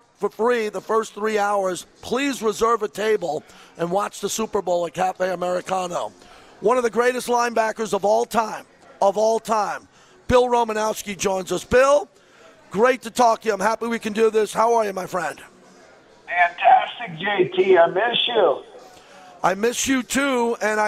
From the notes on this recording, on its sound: LIVE FROM CAESAR'S PALACE